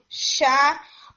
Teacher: شین کے اندر زبان کافی ساری درمیان میں سے وسط اللسان کافی زیادہ ایریا جو ہے وہ اوپر کی طرف اٹھتا ہے اور روف آف ماؤتھ کی طرف جاتا ہے، اور اس سے ساؤنڈ آپ کی آتی ہے. اس میں بہت اسٹرانگ ہٹ نہیں ہوتا، یعنی زبان زور سے اوپر روف کے اوپر نہیں لگتی، بلکہ جیسے یا کے لیے لگ رہی ہوتی ہے آئی، آپ دیکھیں کہ بہت سافٹ ٹچ آ رہا ہوتا ہے.